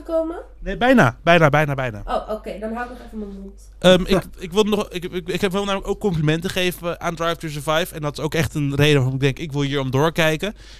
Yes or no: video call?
no